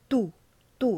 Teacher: the T is not just like the American T, it's tu, tu. It almost like sounds like a D.